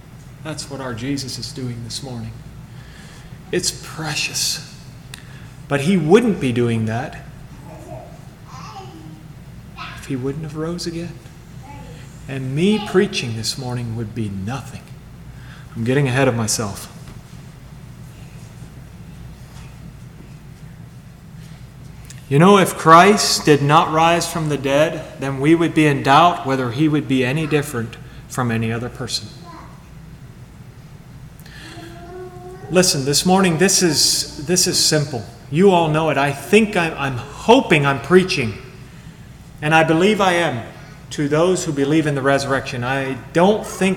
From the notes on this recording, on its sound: Sermon Recorded at Millmont Mennonite Church recorded on 7/16/2023